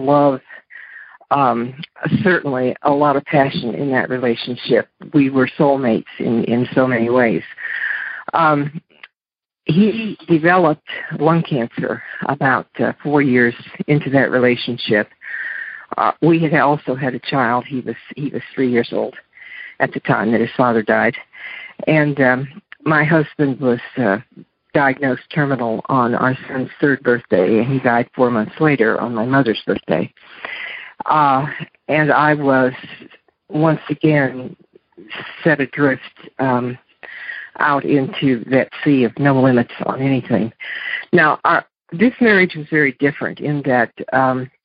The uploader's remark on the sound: Monday Noon Phone Speakers Series